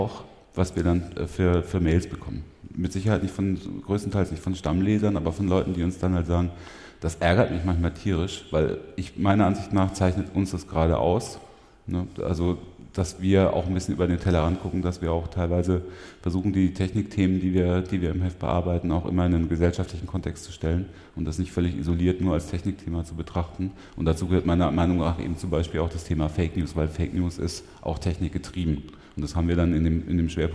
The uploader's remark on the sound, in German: Live vom 36C3